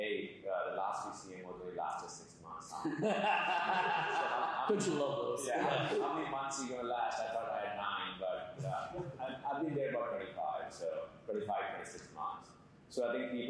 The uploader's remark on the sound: Audience Q&A